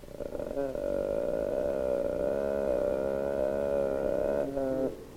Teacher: The vocal cords beat in a syncopated rhythm with a long closed phase following every second beat. · Term: vocal fry